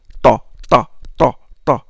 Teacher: Seulement dans le ta, la partie dorsale de la langue monte vers le palais. On emphatise un peu. · Term: ta emphatique